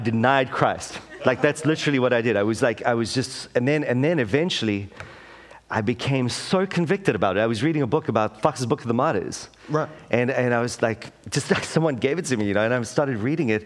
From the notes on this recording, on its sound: LIVE! Taking the opportunity at A29 conference to experiment with a live episode.